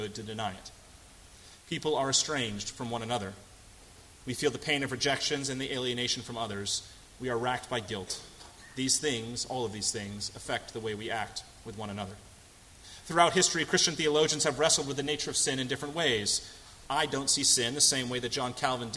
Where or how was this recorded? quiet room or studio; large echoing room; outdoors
large echoing room